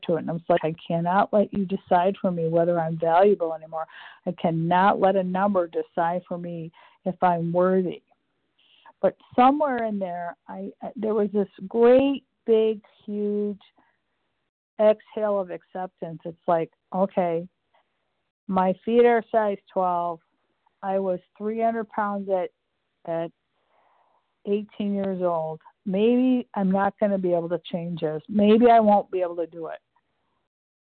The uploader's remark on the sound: the 100 Pounders Phone Meeting, 2/1/24